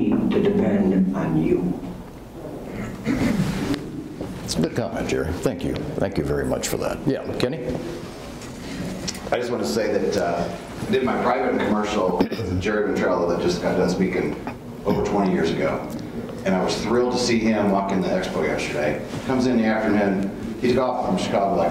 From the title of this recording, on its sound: Full Presentation From Heli Expo